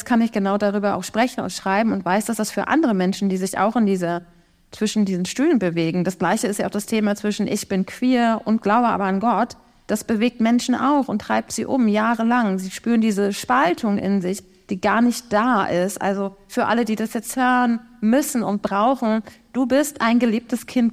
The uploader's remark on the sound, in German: Live in Stuttgart. Interreligiösen Frauenmahl und Studientag in Stuttgart live spontan diskutiert. Hier haben wir den Podcast live aufgezeichnet.